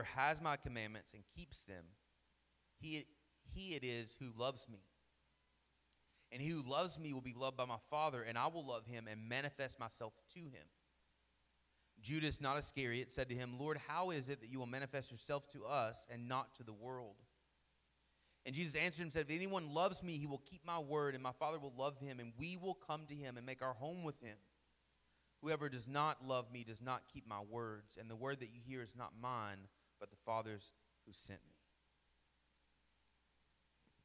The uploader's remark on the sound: Sermon Audio from our Worship service